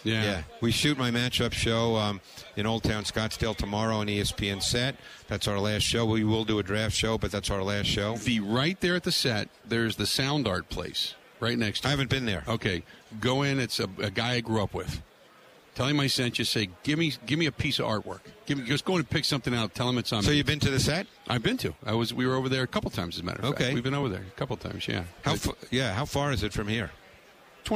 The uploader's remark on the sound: Live From Radio Row At Super Bowl 57